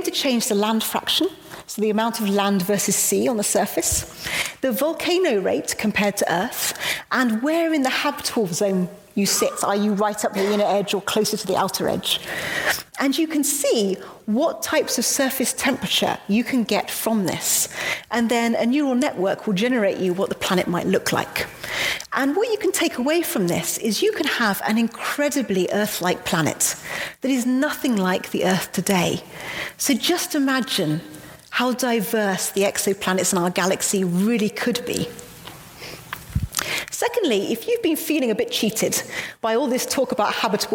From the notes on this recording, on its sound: Today our podcast is from the Perimeter Institute. In a live public lecture from November 6, 2019.